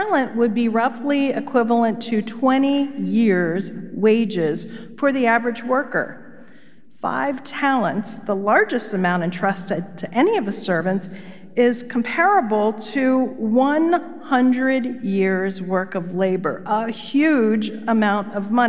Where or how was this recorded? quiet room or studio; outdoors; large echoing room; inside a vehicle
large echoing room